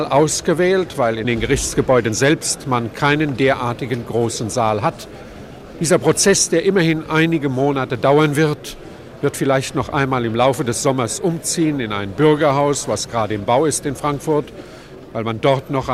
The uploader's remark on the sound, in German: Zunächst zu hören ist aber die Live-Reportage vom Hessischen Rundfunk von der Prozesseröffnung im Frankfurter Römer. Im Sitzungssaal des Frankfurter Stadtparlaments beginnt der Prozess gegen 22 Angeklagte. Vor Saalgeräuschen im Hintergrund.